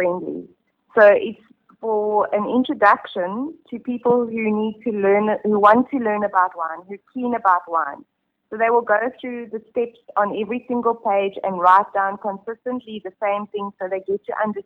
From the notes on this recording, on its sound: She caught up with her on the telephone.